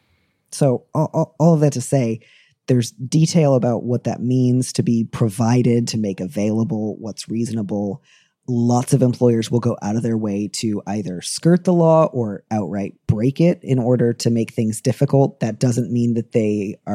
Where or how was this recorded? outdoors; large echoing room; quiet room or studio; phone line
quiet room or studio